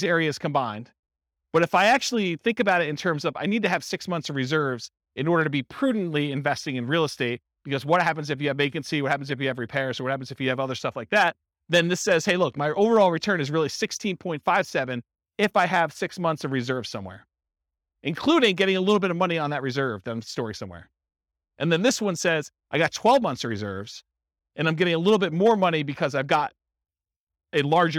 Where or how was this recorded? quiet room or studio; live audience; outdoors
live audience